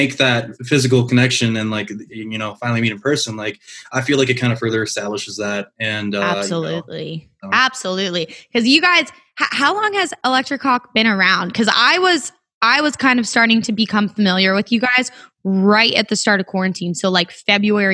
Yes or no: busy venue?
no